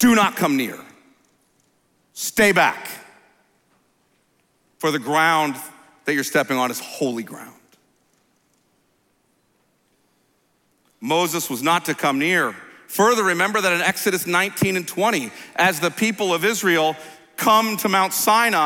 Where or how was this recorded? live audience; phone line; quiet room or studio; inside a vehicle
live audience